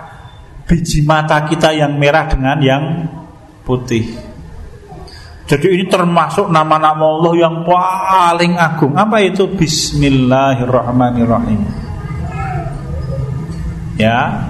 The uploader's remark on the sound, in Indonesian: Rekaman Kajian Majelis Pengajian Islam Kitab Firqotun Najiyah. Di Masjid At Tahkim, Jln KH Ahmad Dahlan, Ngampilan, Yogyakarta. Yang diselenggarakan oleh FKAM Yogyakarta dan Takmir Masjid At Tahkim.